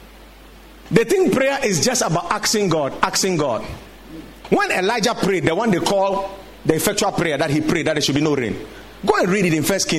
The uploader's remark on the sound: Preached at the Watered Garden Church